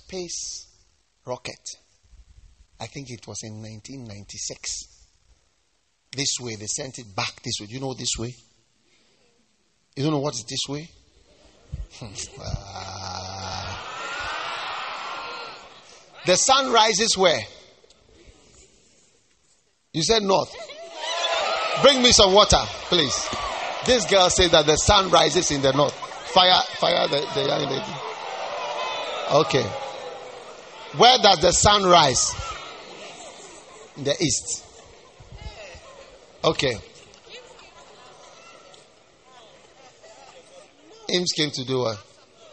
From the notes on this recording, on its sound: Preached at the First Love Church Love Celebration Service